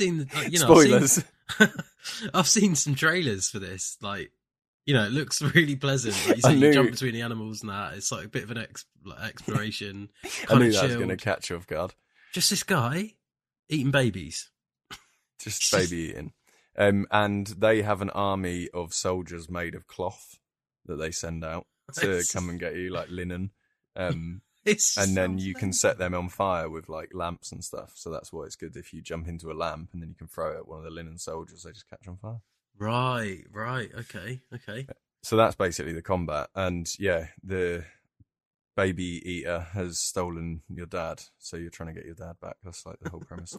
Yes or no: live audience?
no